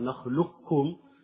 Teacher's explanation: يعني مثلا في قال نخلقكم من ماء مهين، فهنا قراءتان، قراءة بالإدغام الكامل نخلقكم بالإدغام الكامل، إدغام القاف بالكاف بحيث يصير حرفا واحدا مشددا وهو الكاف